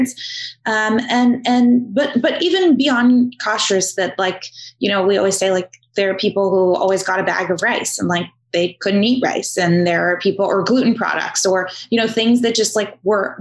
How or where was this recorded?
video call